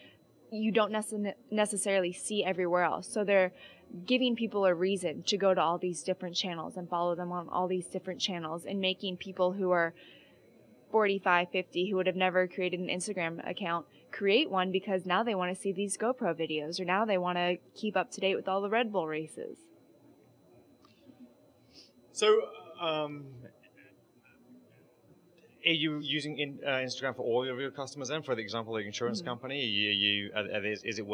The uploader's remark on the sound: In this podcast recorded at Pubcon Las Vegas 2014